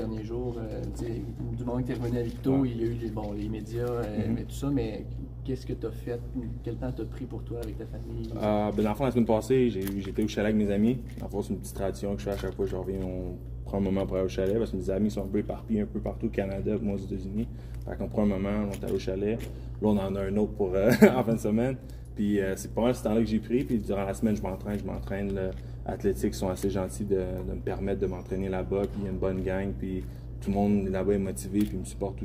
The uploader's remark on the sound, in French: En direct de son rassemblement à Victoriaville à l'aube du début du draft.